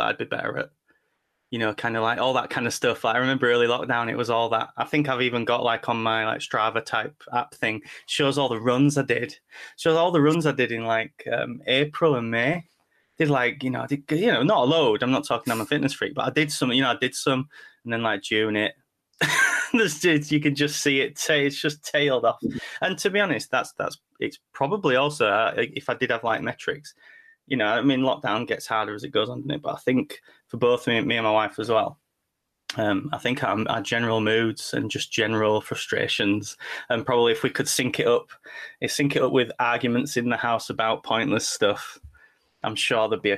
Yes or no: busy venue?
no